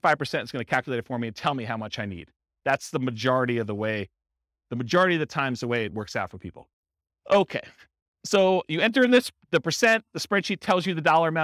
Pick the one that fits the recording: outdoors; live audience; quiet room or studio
live audience